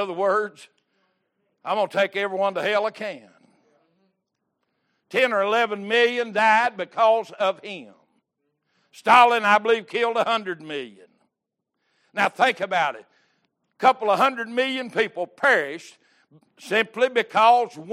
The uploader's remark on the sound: Recorded August 7, 2022 - Sunday Morning Service